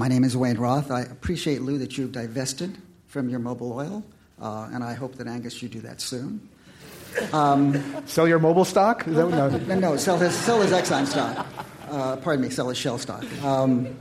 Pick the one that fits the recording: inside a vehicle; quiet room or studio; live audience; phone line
live audience